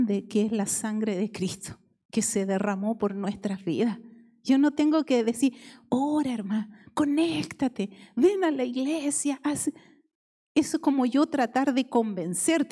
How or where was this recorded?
large echoing room